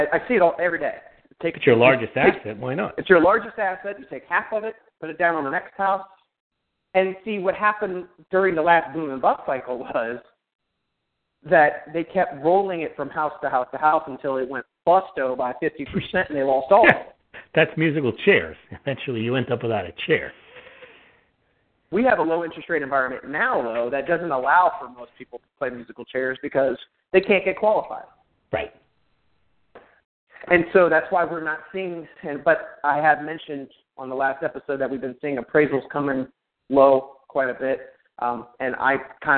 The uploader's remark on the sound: Real Estate 360 Live Call.